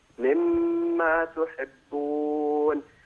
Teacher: مما لا يبقى نون أبدا · Term: مدغم